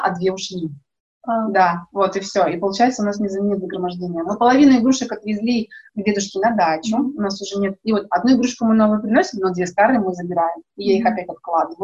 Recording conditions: poor sound quality